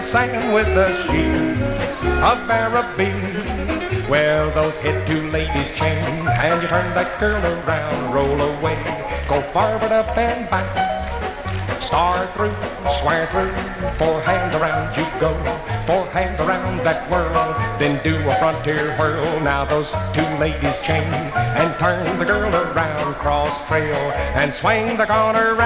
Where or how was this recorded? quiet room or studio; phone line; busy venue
busy venue